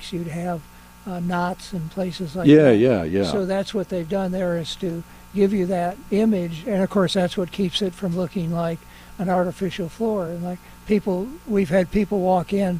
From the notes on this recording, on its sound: broadcasting live from Bell’s Carpet & Floors